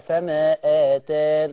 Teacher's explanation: المصباح قصر منفصل ما فيهوش مد منفصل